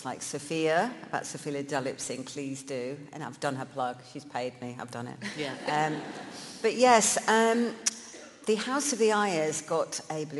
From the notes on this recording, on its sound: live from WOW - Women of the World Festival at the Royal Festival Hall in London